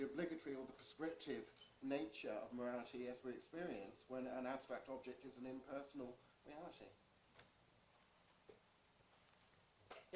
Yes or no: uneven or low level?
yes